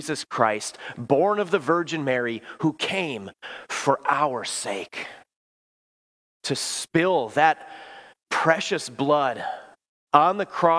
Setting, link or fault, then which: setting, large echoing room